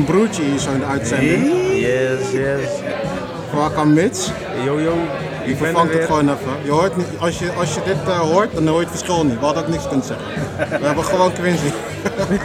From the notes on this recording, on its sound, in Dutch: Midden in grand café "In Den Boekenkast" op het stadsplein in Capelle